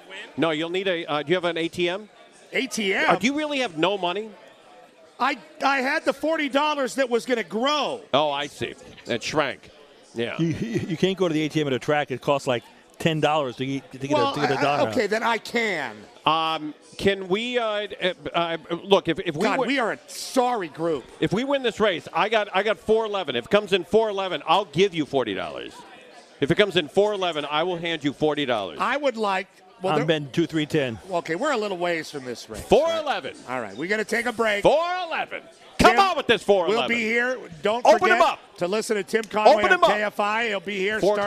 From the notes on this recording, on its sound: LIVE from The Breeders Cup at Santa Anita Park.